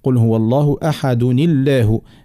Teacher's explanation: خطر النون أصلها ساكنة متاع التنوين، لكن حركناها بالكسر لالتقاء الساكنين. فرغم الكسرة مش أصلية ترقق اللام لأجلها